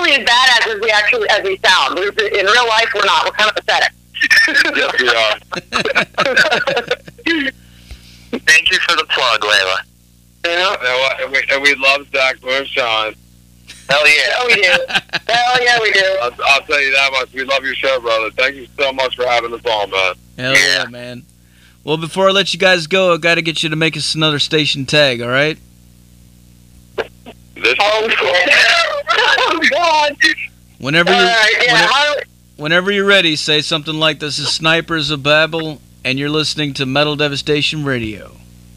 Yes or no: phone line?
yes